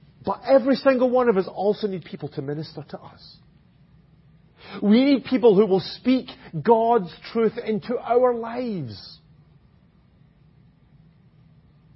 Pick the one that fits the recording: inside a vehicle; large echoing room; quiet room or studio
large echoing room